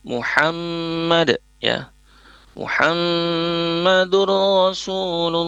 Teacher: Tapi ini adalah ha. Ha ini di tengah tenggorokan, wastul halqi. Jadi kita usahakan untuk melafazkannya dengan lafaz Muhammad ya.